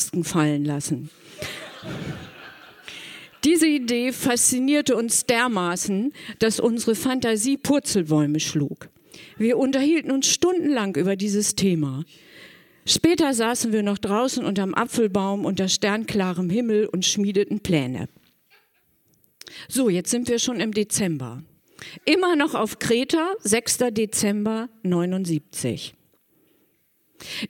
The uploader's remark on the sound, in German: Ein Beitrag von der „texte von gestern“-Liveshow am 13.10.2018 im kukoon Kulturkombinat, Bremen. Heißen Dank an das kukoon, unser tolles Publikum.